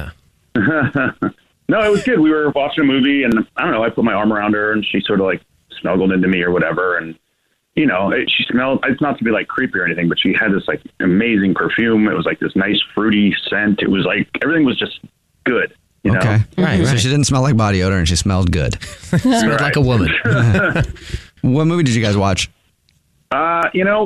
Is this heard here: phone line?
yes